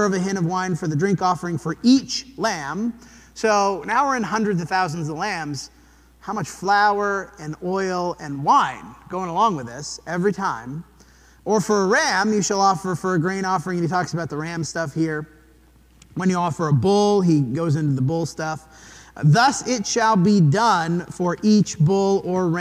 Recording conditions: large echoing room